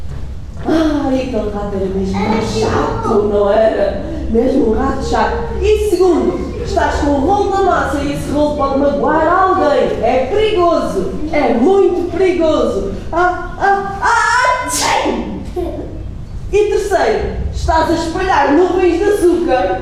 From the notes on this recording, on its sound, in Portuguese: Gravado durante a Hora do Conto no Até à Lua no dia 08/12/2016